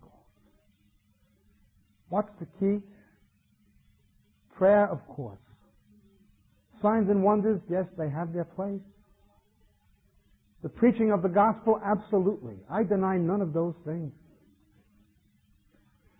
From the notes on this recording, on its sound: We apologize for the sound quality of this recording.